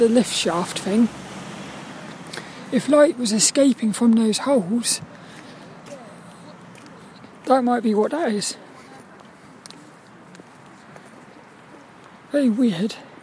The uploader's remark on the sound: This 'About The Tings' episode is a Walk and Talk